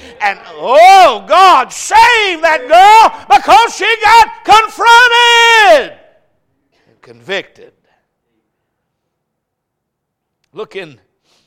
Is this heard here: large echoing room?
yes